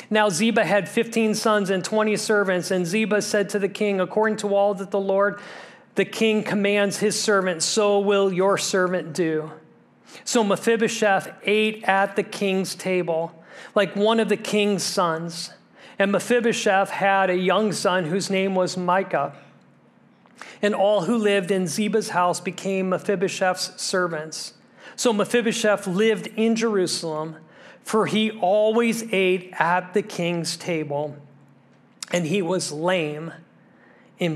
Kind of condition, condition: setting, large echoing room